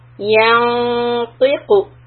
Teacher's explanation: So when I hit the noon, I already raise the back of my tongue to make it ready for ta.